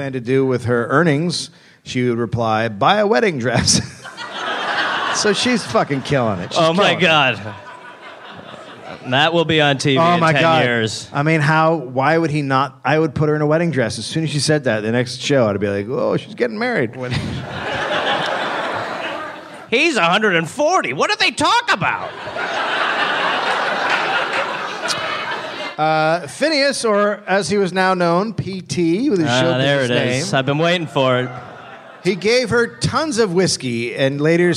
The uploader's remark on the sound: Live in NY